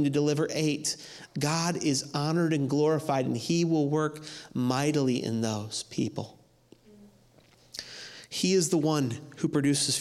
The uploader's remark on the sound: audio from New City Church in Champaign-Urbana, IL